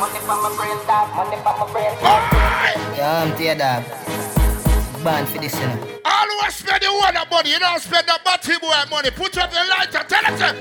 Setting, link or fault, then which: setting, busy venue